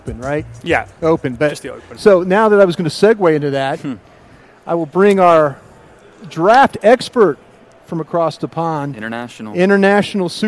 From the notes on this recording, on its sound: LIVE From 2016 NFL Combine.